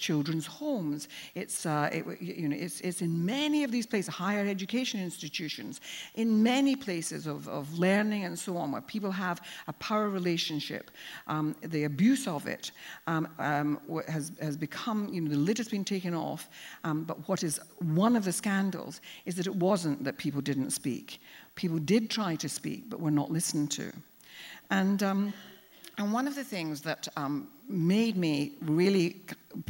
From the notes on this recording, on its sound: Recorded live at the Tabernacle in London's Notting Hill on 25th February 2019.